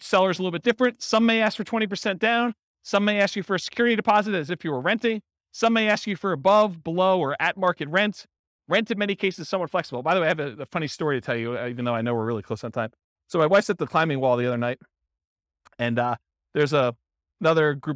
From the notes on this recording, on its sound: This was a live class recorded